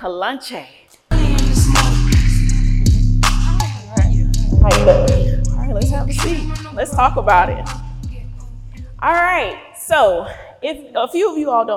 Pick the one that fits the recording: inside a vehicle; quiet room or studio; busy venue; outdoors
busy venue